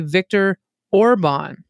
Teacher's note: Hungarian, the first syllable of each word is emphasized